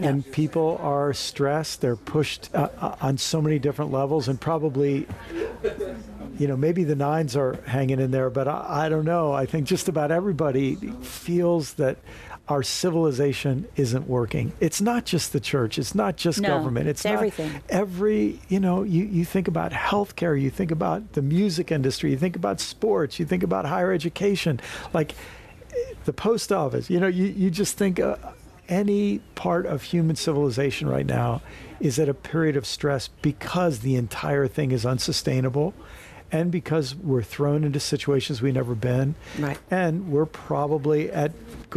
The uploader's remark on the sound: recorded at Lemuria Bookstore in Jackson, Mississippi.